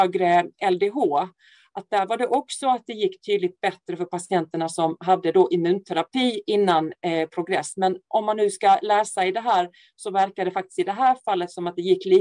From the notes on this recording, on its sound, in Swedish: Ljudinspelningen från SOF:s webbinarium om melanom.